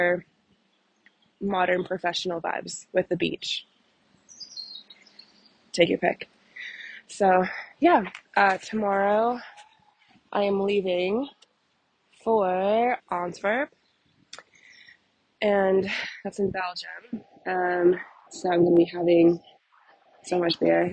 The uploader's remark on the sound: Surprise, I'm in the Netherlands! Please forgive me for the poor quality audio, I've learned that AirPods don't record quality audio.